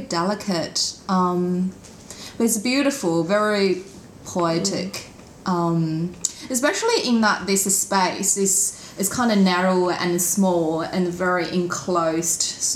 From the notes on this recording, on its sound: As this episode was recorded in my kitchen, there were some unavoidable background noises.